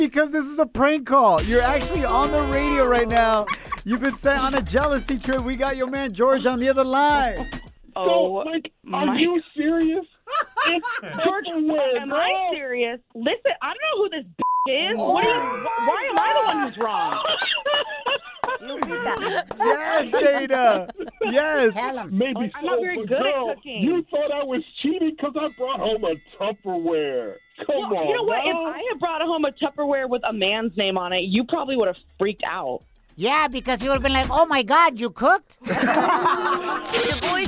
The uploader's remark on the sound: We opened up the phone lines.